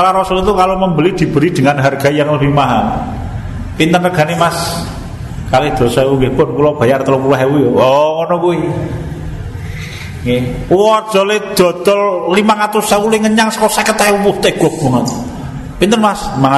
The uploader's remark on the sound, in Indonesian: Di Masjid Danunegaran, Mantrijeron, Yogyakarta rutin setiap hari Selasa selepas sholat magrib. Yang diselenggarakan oleh FKAM Yogyakarta dan Takmir Masjid Danunegaran.